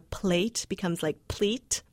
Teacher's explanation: the A sound is becoming more like an E sound, so plate becomes like pleat.